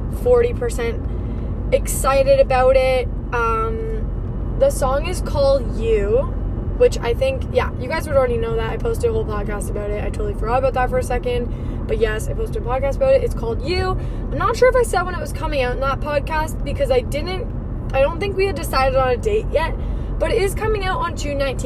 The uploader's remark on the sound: In today’s episode i am driving while podcasting.